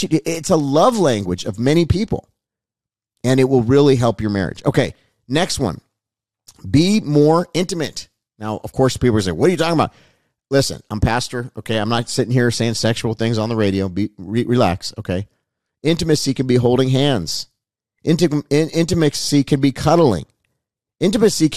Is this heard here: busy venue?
no